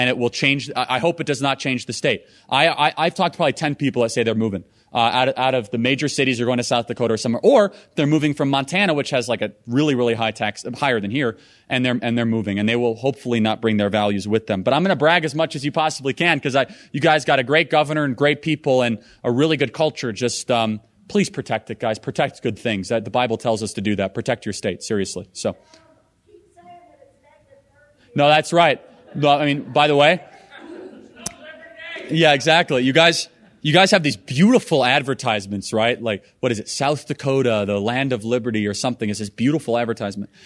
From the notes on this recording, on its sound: speech live from America’s heartland